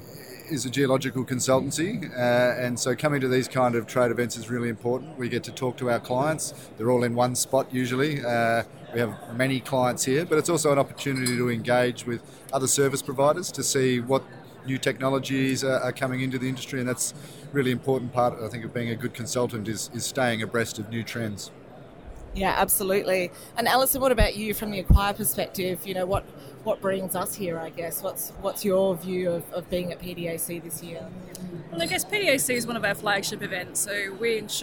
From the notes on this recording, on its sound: We took The GIM Channel podcast to PDAC 2018 in Toronto to join 25,000 mineral exploration professionals at the four day conference. From the trade show floor.